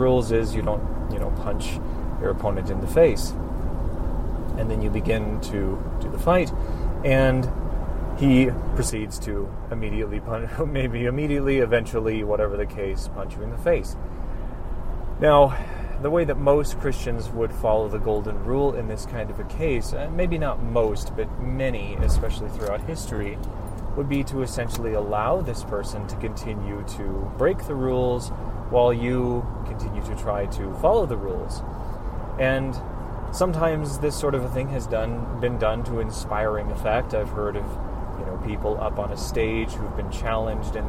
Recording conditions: background noise